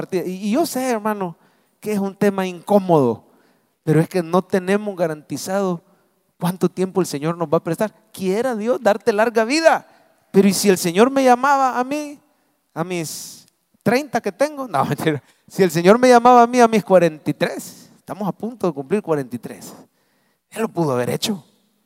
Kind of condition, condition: setting, large echoing room